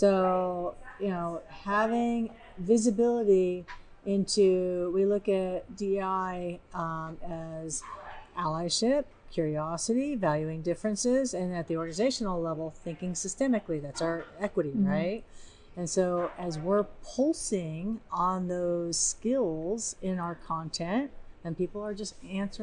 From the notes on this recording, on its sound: the team talks to DEIB professionals at the From Day One Conference 2023